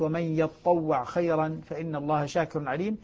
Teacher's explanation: فأدغمت التاء في الطاء باب الإدغام متجانسين فأصبحت ومن يتطوع خيرا فإن الله شاكر عليم.